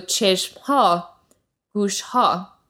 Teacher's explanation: that the emphasis is on the second syllable